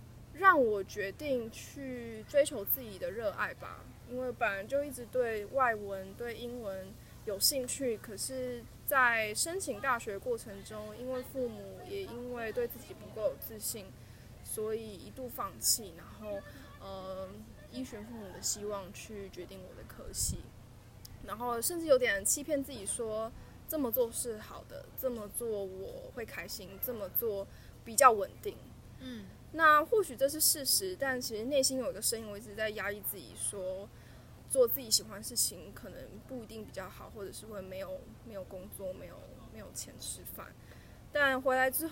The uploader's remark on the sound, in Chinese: 不得已在戶外錄音，聲音品質請大家包涵ＱＱ